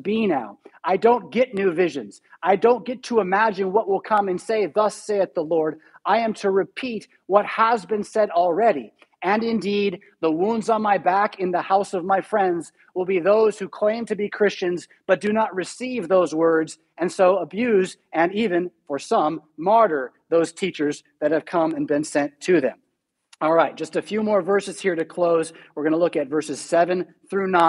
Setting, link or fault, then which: setting, large echoing room